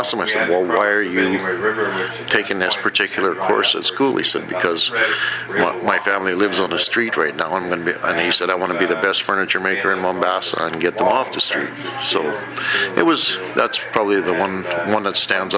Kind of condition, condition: setting, busy venue